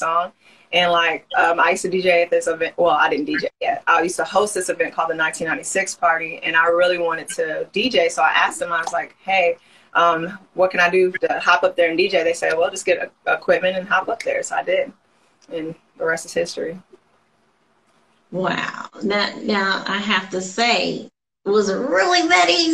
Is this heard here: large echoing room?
no